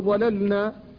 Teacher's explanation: فاللام ساكنة قبل النون، وهما متقاربان في المخرج، فلا بد من فكها حتى لا يقع الادغام · Term: الفك